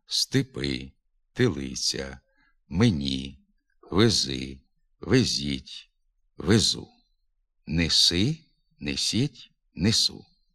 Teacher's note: В інших ненаголошених позиціях звук «е» вимовляється з наближенням до звука «и».